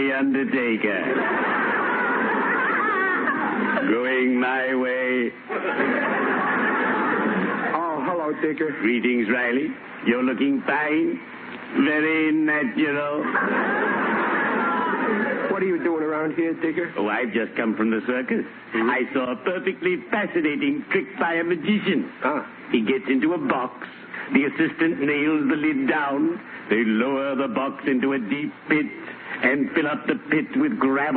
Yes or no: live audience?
yes